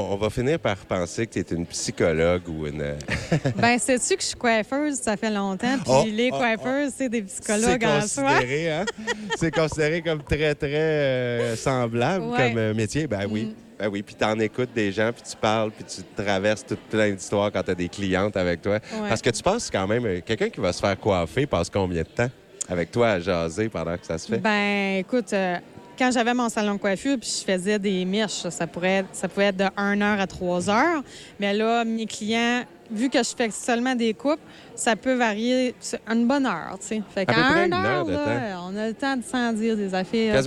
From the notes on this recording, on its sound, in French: Qui nous parle en direct du marché de Noël de l'école Marie-Gaétane de Kedgwick.